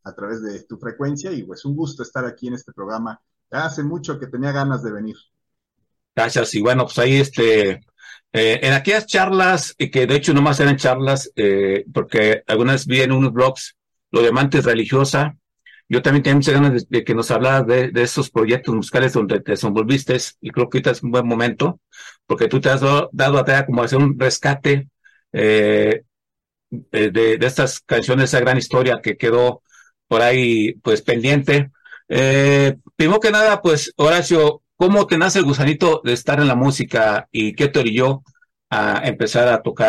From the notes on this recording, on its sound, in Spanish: Charlamos via zoom